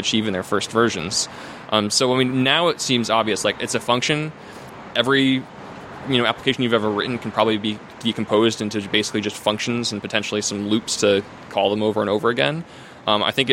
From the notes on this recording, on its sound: From ServerlessConf in Austin. Sorry for the background noise, we had to record outside.